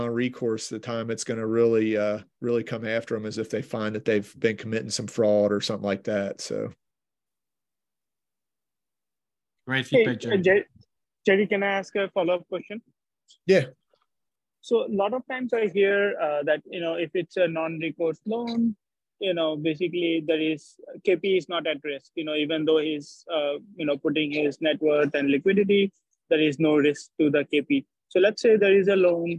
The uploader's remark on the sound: In this special Zoom session